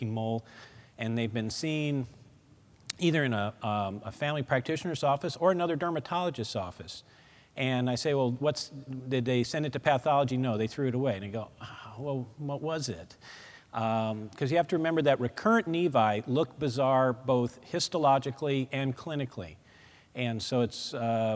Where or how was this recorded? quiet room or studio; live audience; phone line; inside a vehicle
live audience